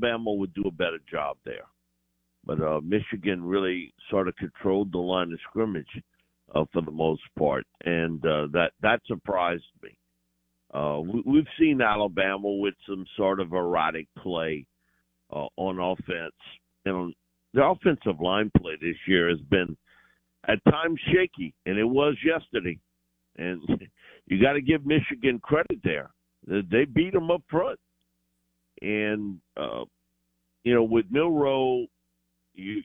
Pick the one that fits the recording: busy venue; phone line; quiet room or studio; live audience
phone line